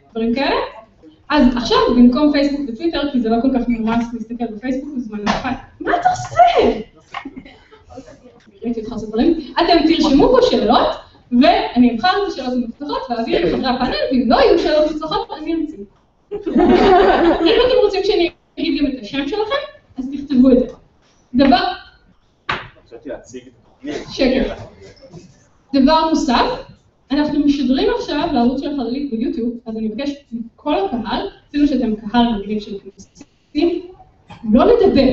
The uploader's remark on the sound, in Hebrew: פרק מול קהל חי בכנס עולמות